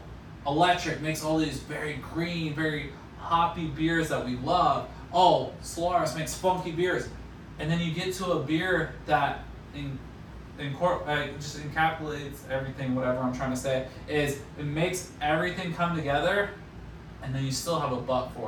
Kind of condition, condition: fault, phone or laptop microphone